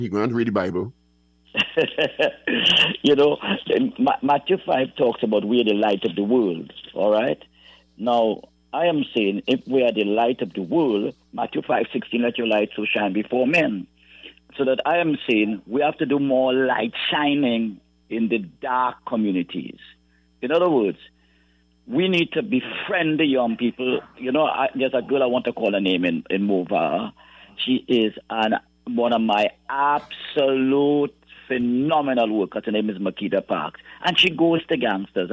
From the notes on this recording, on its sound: During this hour we take calls from our audience